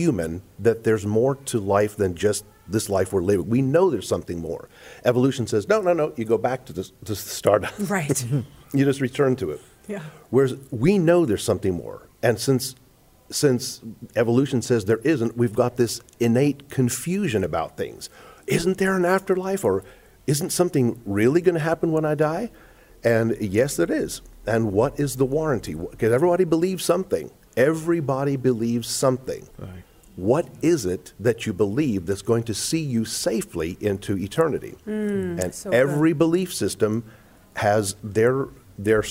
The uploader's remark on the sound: LIVE from the 40th Annual Virgina Homeschool Convention